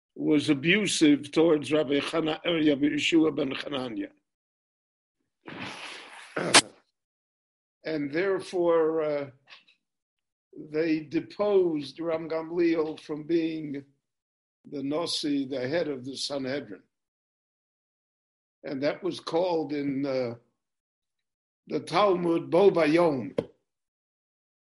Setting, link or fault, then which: link, video call